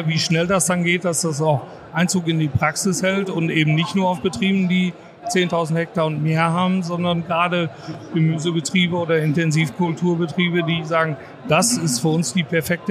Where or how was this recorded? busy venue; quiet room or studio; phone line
busy venue